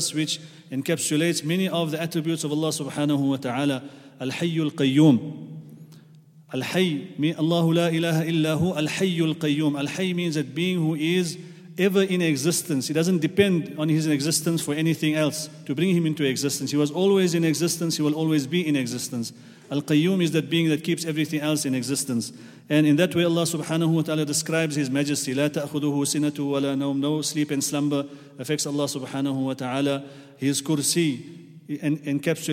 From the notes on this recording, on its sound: at the Houghton Masjid (West Street)